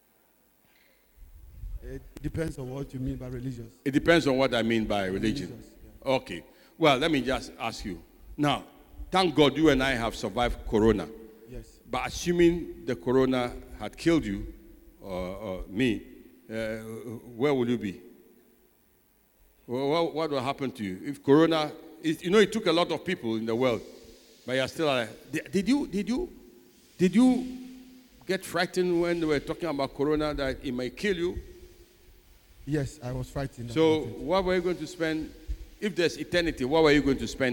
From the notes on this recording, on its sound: Sermon preached at CBC Shiashie Campus.